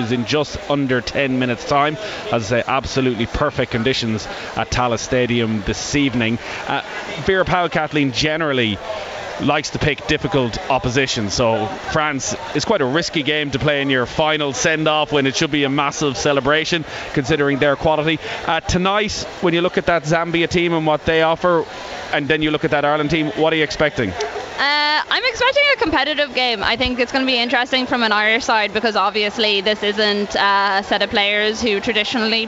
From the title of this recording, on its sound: Live from Tallaght Stadium